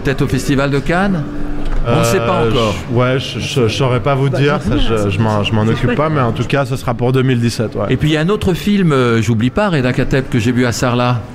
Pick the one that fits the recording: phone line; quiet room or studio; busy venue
busy venue